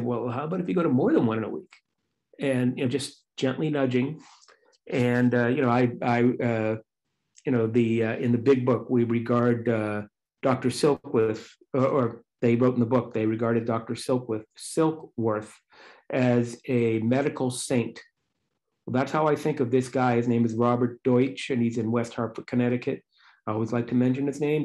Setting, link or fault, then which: link, video call